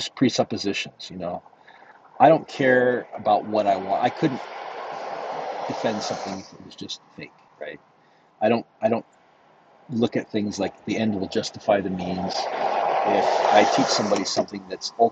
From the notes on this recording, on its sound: Sorry for any background noise!